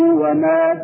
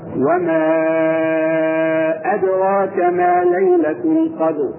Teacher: في حالة الوقت يعتبر مد طبيعي، وفي حالة الوصل نسميه ماذا؟ مد منفصل